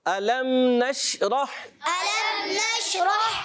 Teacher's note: یہ غلط ہے، شین میں قلقلہ تھوڑی ہوتا ہے